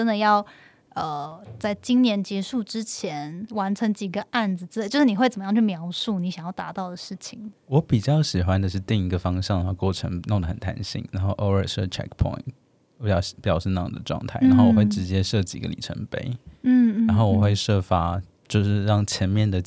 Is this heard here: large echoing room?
no